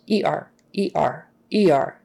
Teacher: It's like there's a little tightening of your throat in between the two that signifies that those are two letters.